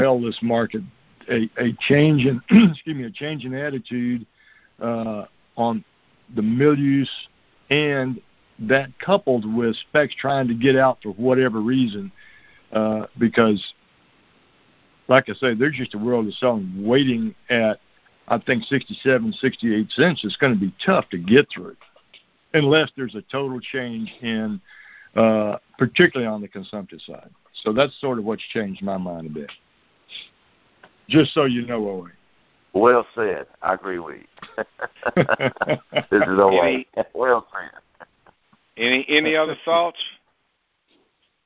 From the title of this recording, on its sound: Monthly Conference Call